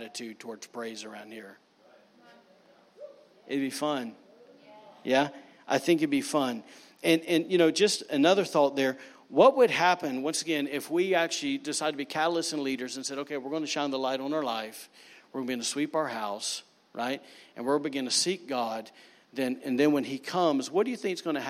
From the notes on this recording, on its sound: recorded on Sunday, June 23, 2019, during service at The Anchor Church in Rockport, Maine.